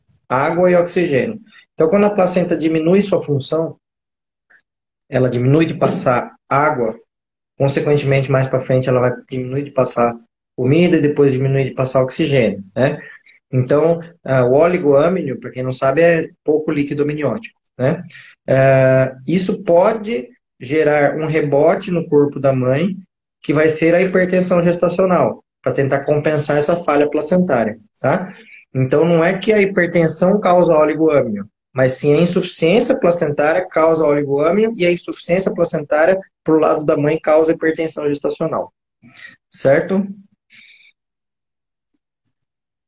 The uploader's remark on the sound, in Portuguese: Essa é uma live de “Perguntas &amp; Respostas” com gestantes no Instagram